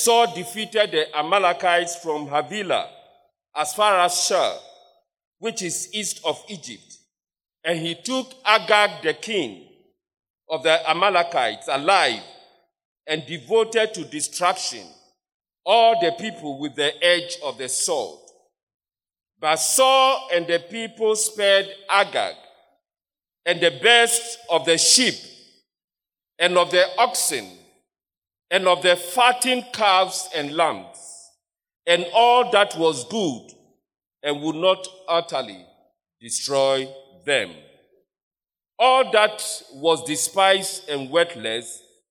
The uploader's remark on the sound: Sermon preached at CBC Shiashie Campus